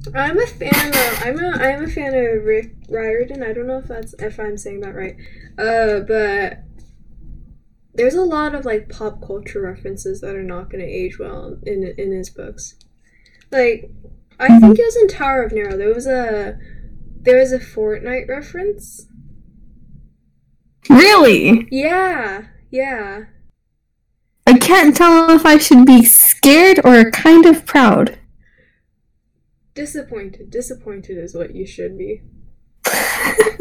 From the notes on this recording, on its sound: Horrible Audio Quality. The audio is horrible.